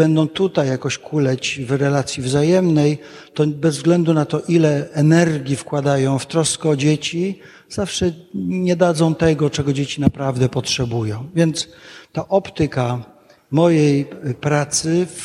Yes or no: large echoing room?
yes